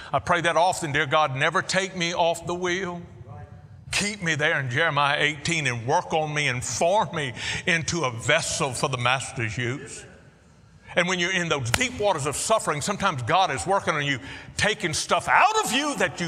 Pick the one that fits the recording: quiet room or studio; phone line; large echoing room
large echoing room